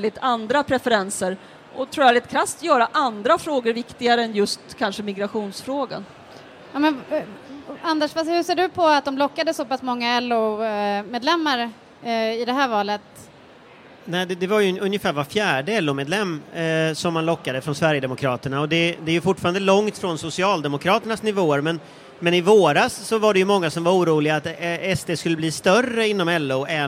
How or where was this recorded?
live audience